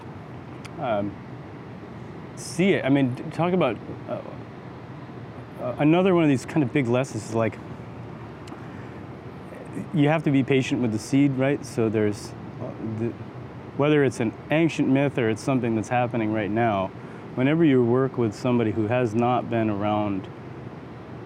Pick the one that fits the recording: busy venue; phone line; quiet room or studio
busy venue